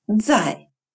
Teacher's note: похож на русский «ц», но произносится звонче, что-то вроде сочетания «дз»